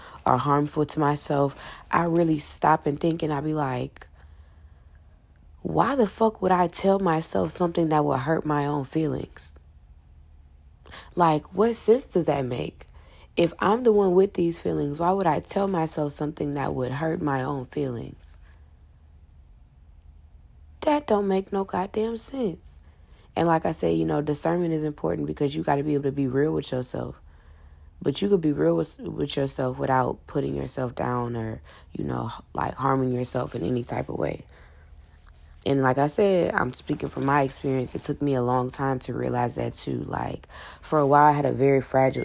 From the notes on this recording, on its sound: i recorded it on my phone in the middle of the night